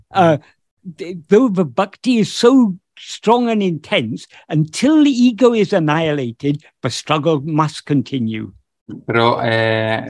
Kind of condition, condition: link, video call